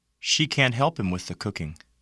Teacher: The negative modal can't is usually stressed.